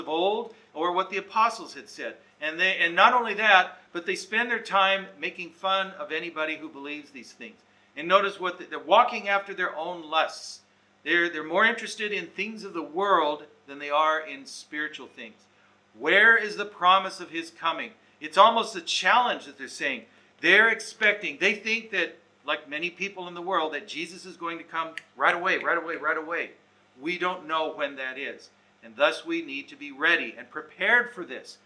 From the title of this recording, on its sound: Recorded Live/Seminar